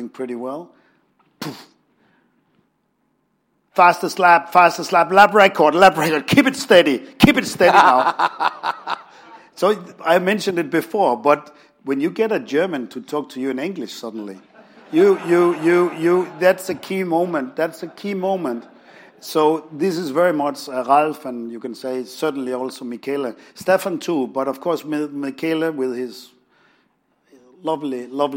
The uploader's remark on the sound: In front of an audience at London’s Royal Automobile Club.